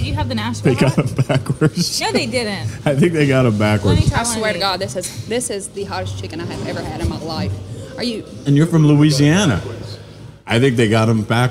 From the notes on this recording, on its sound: Recorded at Party Fowl in Nashville, TN